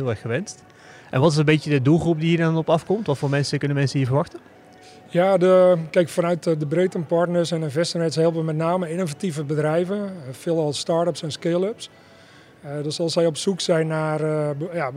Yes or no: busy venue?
yes